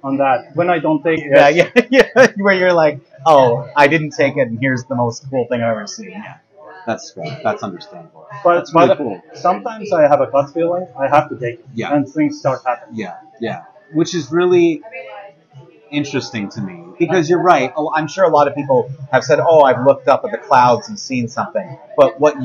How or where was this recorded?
busy venue